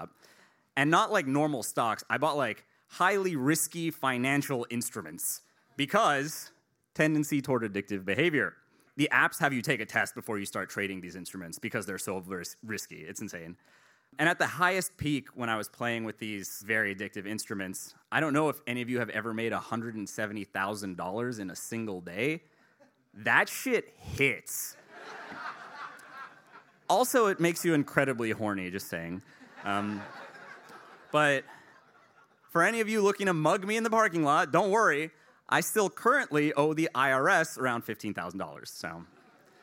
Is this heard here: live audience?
yes